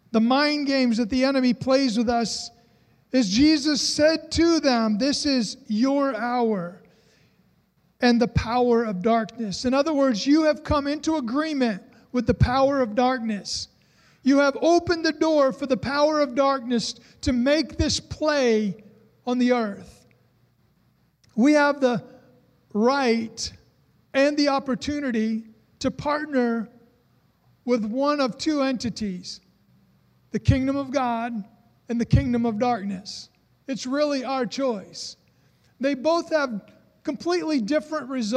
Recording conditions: large echoing room